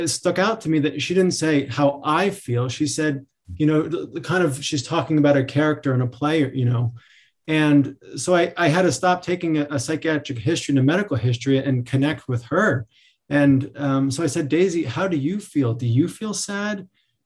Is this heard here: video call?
yes